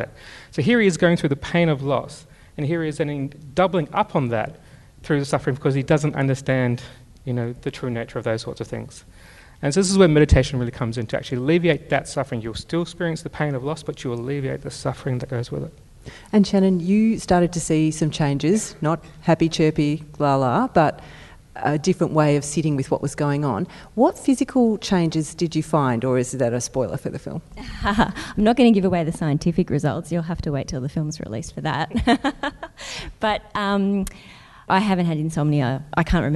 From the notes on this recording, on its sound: PsychTalks Event. Thanks also to our event partner, Melbourne Knowledge Week. This podcast was recorded on Tuesday the 21st May at Hoyts Melbourne Central.